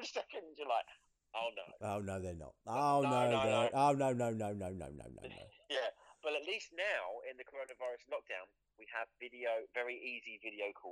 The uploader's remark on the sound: phone in!